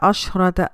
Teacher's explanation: شین پہ ہمس آ جائے گا، رو بھاری ہو جائے گا